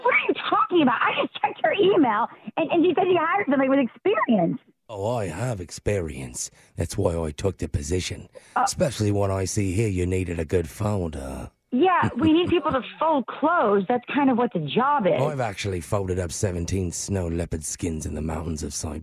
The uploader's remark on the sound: Phone Tap